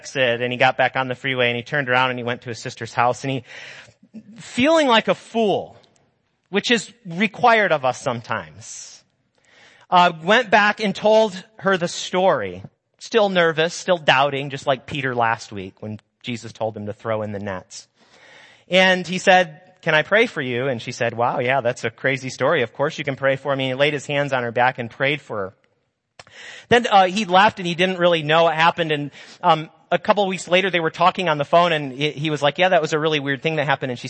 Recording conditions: large echoing room